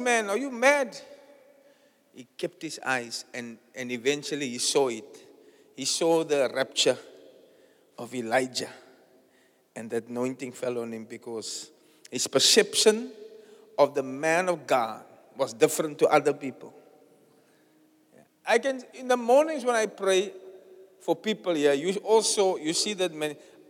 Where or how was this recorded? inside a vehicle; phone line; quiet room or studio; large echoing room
large echoing room